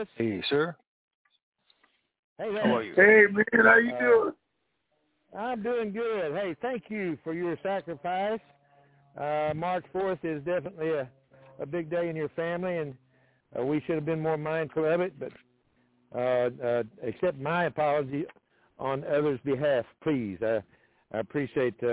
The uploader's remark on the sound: TNTSuperfantastic Conference Call